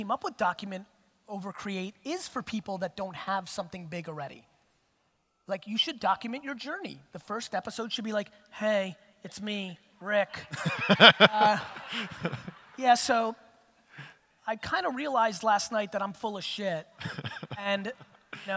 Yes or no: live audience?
yes